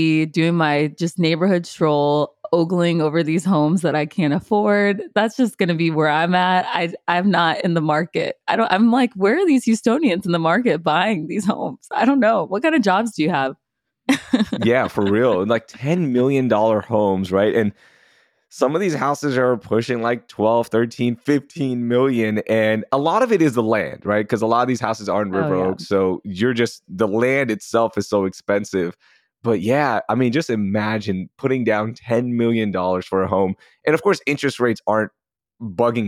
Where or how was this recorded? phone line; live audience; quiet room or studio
quiet room or studio